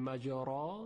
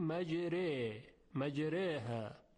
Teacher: اما عرض کردیم این مورد استثناست، یعنی در قرائت قرآن ما به جای این که حرف را رو تفخیم کنیم باید اون رو ابتدا ترقیق کنیم، و به جای این که بعد از حرف را فتحه باشد و صدای الف، الف رو ما تبدیل میکنیم به چیزی شبیه صدای یا · Shown in: second take · یعنی به جای این که بگوییم مجارا میگوییم مجره، مجره. · Term: اماله